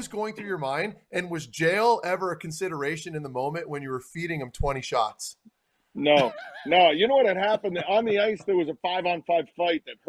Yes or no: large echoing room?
no